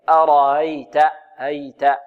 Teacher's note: والهمزة تسهل بينها وبين جنس حركتها الألف